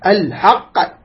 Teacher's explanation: الحق هكذا، فيضطرب الحرف عند النطق به، هذا الاضطراب هو القلقلة